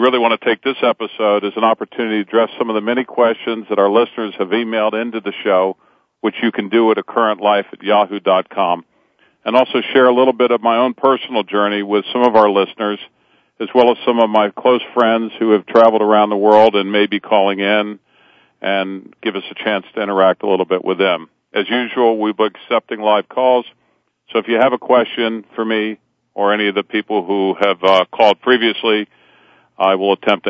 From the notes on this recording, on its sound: Takes questions from his listeners that call. This will be a guest-free episode. As always, there will be a few surprise callers.